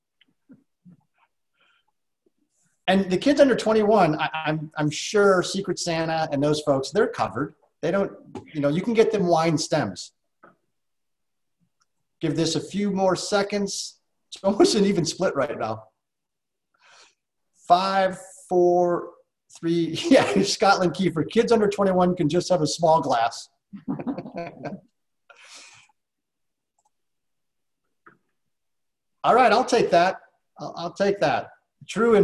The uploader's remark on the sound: SIP Virtual Wine Tasting and Q&A.